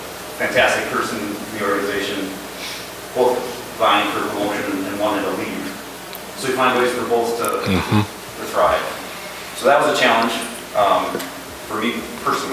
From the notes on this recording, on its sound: breakout session from the 2022 ElevateAEC conference